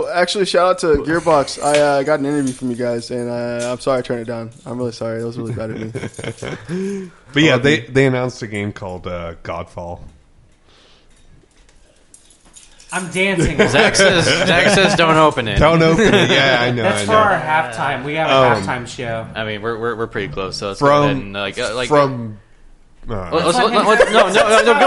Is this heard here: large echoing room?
no